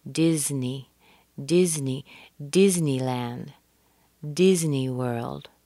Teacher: Be careful with the short I in Disney. That's not a long E. So make sure that your face and cheeks are relaxed.